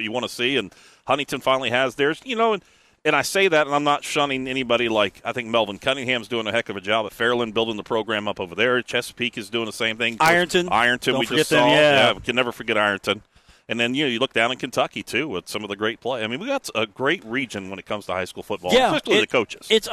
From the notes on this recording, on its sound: Broadcasts live from Pullman Square in Huntington.